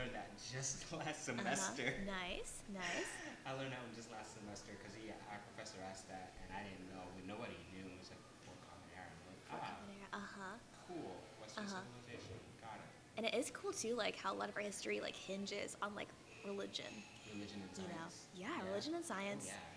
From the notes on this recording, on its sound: This is our very first podcast and we are still working on the kinks of the audio.